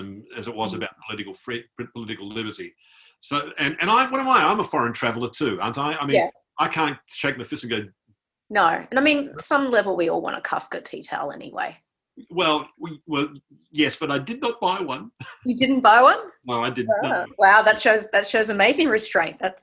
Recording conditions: video call